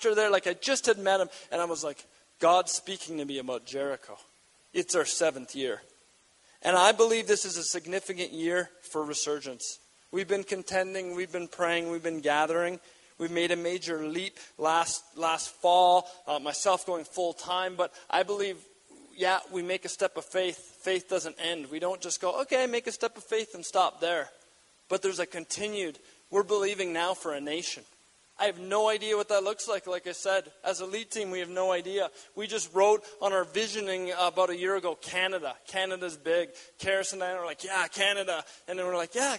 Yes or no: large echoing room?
yes